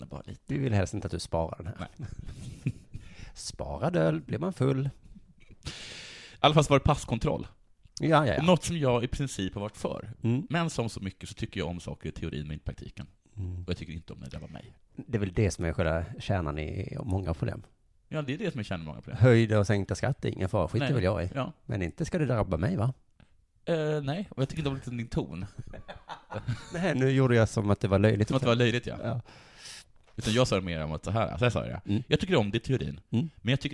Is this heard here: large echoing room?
no